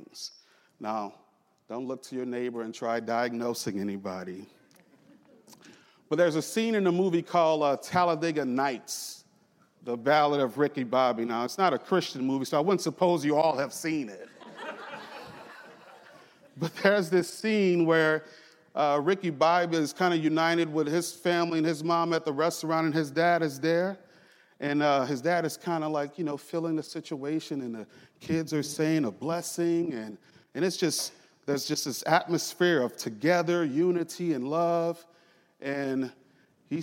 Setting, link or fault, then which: setting, large echoing room